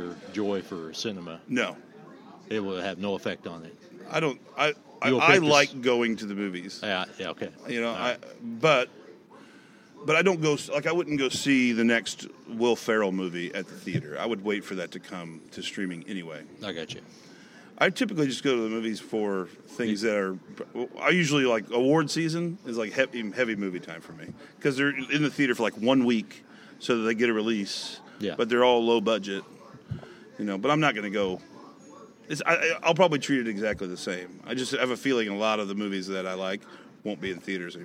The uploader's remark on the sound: On Location at Doc's. Goes on location to Doc's Sports Bar in Evansville. From the stage at his bar. The lunch crowd didn’t seem to care.